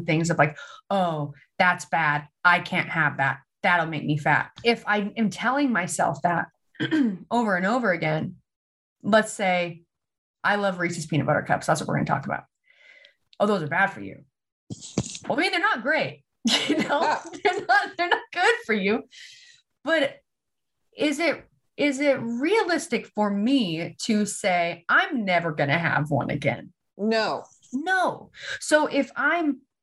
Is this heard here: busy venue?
no